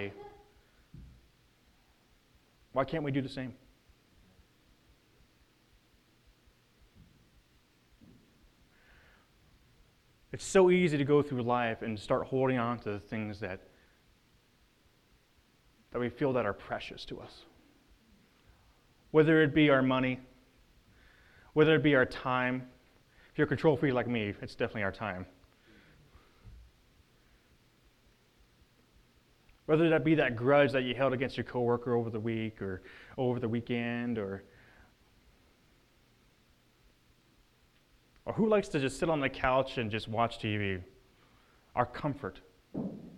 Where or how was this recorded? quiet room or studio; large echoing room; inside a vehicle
large echoing room